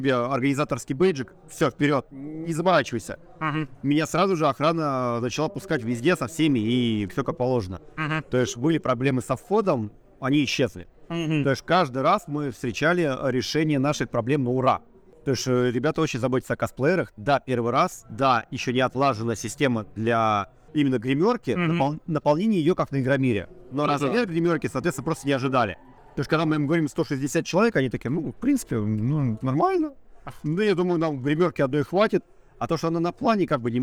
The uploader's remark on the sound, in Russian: Полевой выпуск подкаста записанный на Bubble Comics Con 2021 в декабре и только сейчас добравшийся до вас.